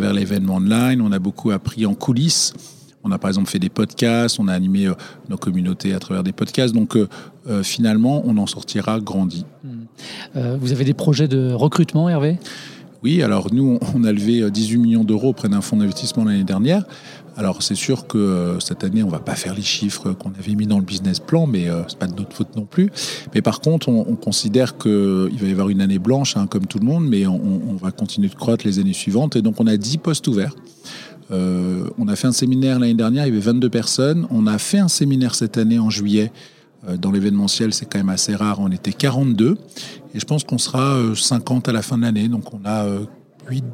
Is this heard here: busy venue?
yes